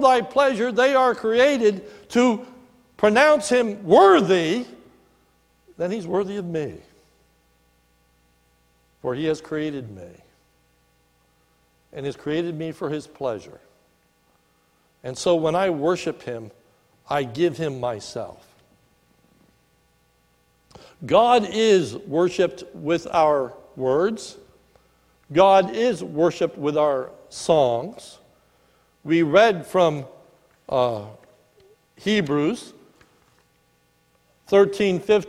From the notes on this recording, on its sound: This is a sermon recorded at the Lebanon Bible Fellowship Church in Lebanon, PA on 10/20/19 during the morning services